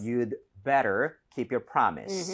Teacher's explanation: 근데 do 사운드는 최소화시키는 게 좋아요.